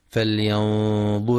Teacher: يخطئ من يقرأ فلينظر بضم الراء فلينظر، والصواب كسرها